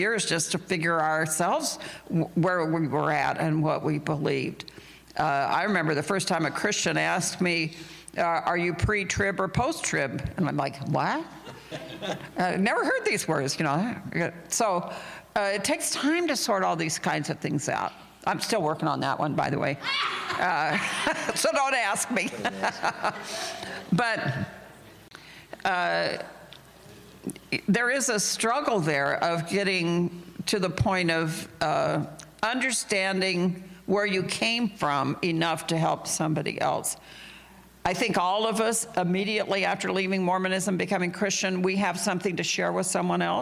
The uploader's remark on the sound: interview conducted at the 2019 Faith After Mormonism Conference